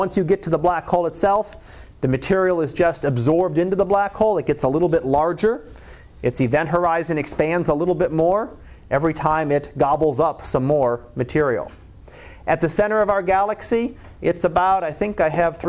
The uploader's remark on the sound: Live Class Lecture